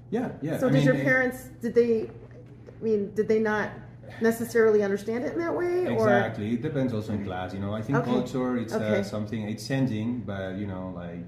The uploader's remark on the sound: Live from 2024 Sundance Film Festival